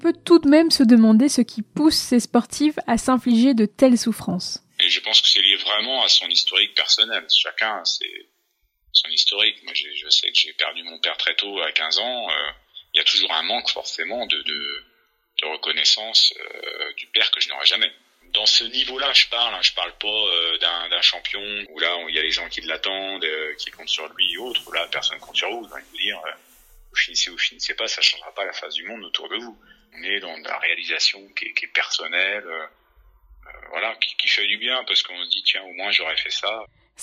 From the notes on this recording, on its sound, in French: Des sportifs amateurs qui nous racontent, au téléphone